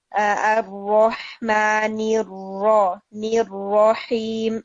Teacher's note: جو رو ہے جہاں جہاں وہ فتحہ کے ساتھ آ رہا ہے وہاں وہاں آپ نے اسے ہیوی رکھنا ہے